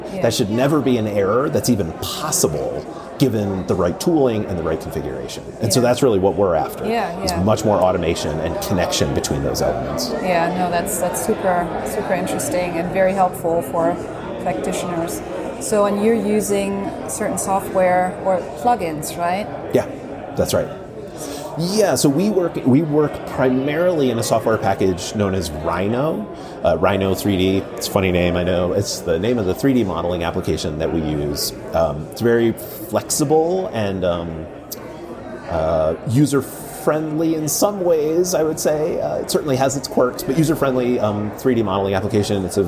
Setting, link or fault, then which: setting, busy venue